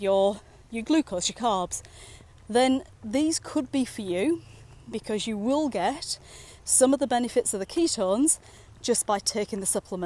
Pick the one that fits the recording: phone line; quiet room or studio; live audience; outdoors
outdoors